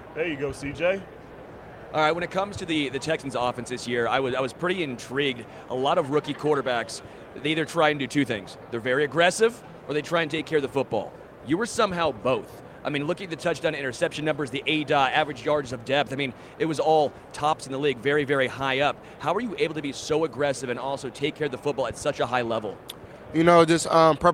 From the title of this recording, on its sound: Live from Super Bowl LVIII